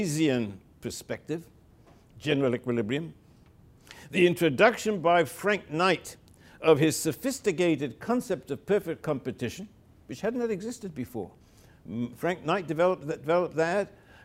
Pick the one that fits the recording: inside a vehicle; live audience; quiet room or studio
live audience